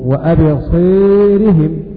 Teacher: يميلان الألف التي يقع بعدها راء مكسورة متطرفة